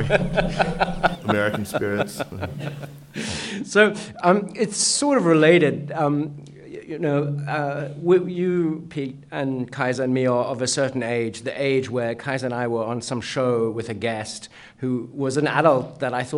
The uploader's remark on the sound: a live show taped on November 11 at the fourth annual NEXTChina Conference at the China Institute in New York